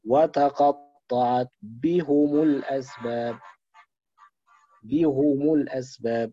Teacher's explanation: هكذا: وتقطعت بهم الأسباب، بهم الأسباب بضم الهاء والميم، عكس الإمام أبو عمرو، أبو عمرو بيكسر الهاء والميم. حمزة والكسائي وخلف يقرؤون بضم الهاء والميم